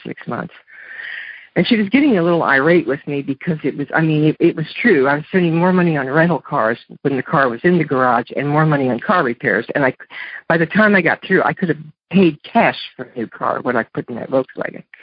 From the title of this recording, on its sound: Monday Noon Phone Speakers Series